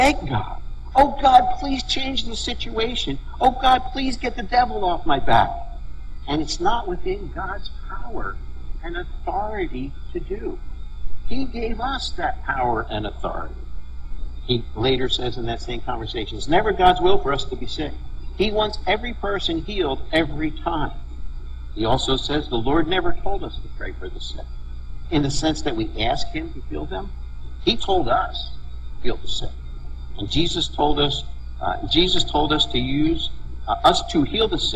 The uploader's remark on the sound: We had some issues with the sound, but hope that doesn't detract too much from an awesome message.